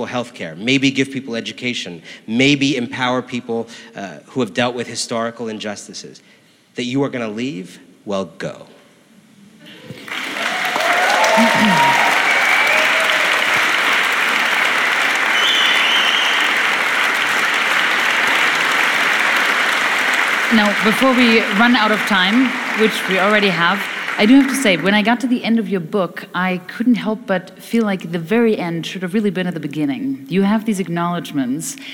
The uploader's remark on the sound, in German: live beim House of Beautiful Business in Lissabon, Portugal